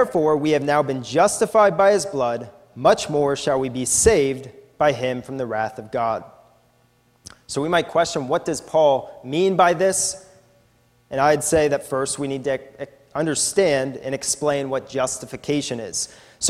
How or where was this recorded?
large echoing room